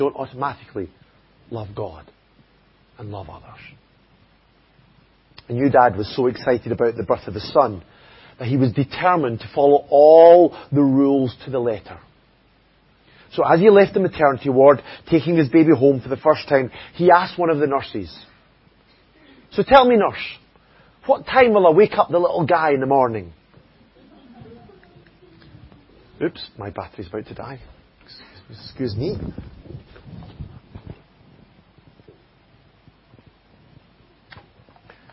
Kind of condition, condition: setting, large echoing room